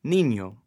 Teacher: But from the speaker from El Salvador, you get niños, but the speaker from Dominican Republic, you get niño. So he doesn't produce his final S.